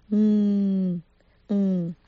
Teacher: 打开嘴巴发这个嗯是比较老式的发音，现在很少年轻人会用打开嘴巴的方式发这个嗯